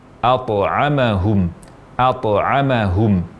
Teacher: Seharusnya huruf ta ketika bersukun, ketika dimatikan, dia dibaca qalqalah. Ada suara pantulan dari huruf ta.